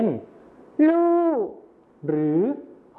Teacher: การเปลี่ยนเสียงพยัญชนะต้นเดียวนะครับก็คือรอเรือในภาษาไทยมาตรฐานนะครับไปเป็นพยัญชนะต้นเดียวในภาษาถิ่นอีสานก็คือลอลิงกับฮอนกฮูกนั่นเองครับ